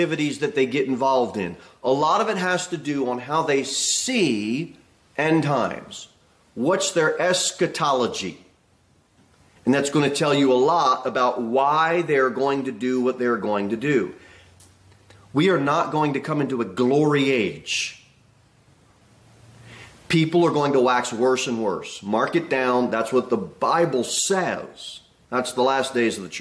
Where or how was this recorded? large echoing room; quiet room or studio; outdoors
large echoing room